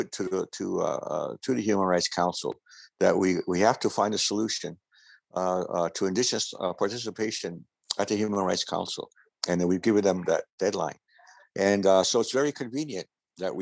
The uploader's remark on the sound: Today’s episode is a recording of the virtual dialogue of the Indigenous Coordinating Body.